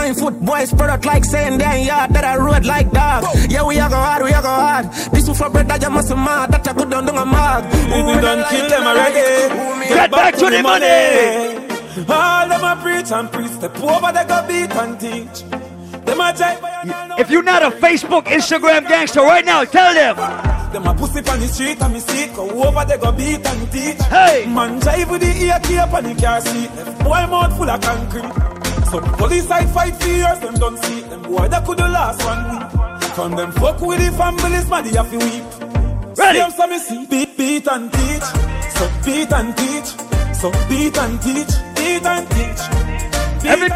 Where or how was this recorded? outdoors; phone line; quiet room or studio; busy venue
busy venue